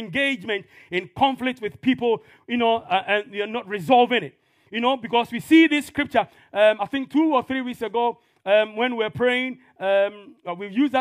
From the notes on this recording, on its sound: This podcast is a live recording of a Sunday Service that took place on the 13th of November 2022.